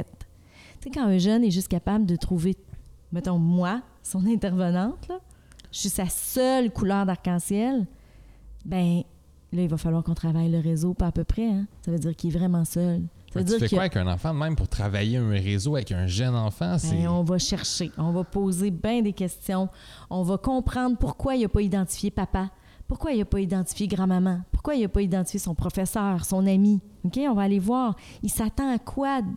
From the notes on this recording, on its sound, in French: Le podcast a été enregistré en août 2021 à la microbrasserie le Boquébière au 50, rue Wellington Nord à Sherbrooke